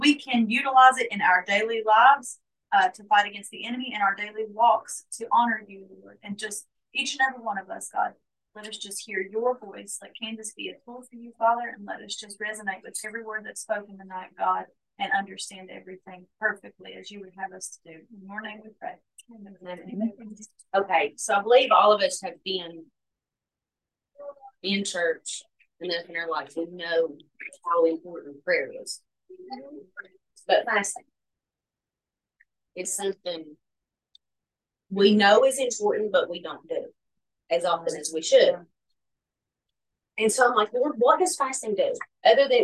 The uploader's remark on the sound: hosts a Bible study via zoom.